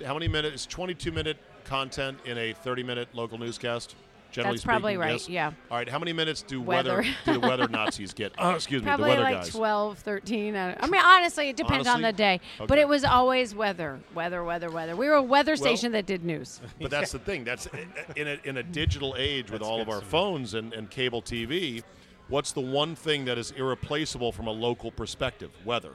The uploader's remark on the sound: Recorded at DC Prime Steakhouse in Ashburn, VA.